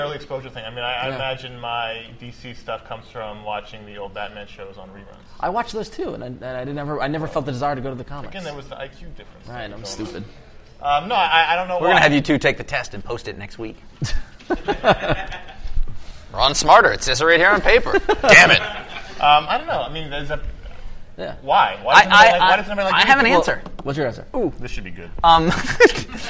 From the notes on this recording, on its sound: We're LIVE from Heroes Con in Charlotte, NC.